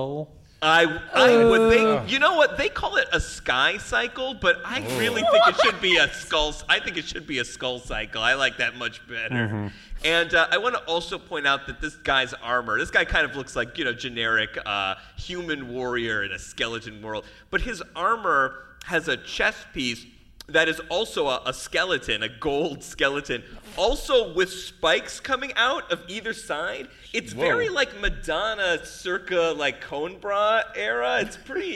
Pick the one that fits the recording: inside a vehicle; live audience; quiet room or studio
live audience